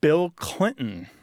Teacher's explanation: you're having a sharp kind of ugh of air instead of doing the T sound with your tongue on your mouth. So it's way back. · Term: glottalized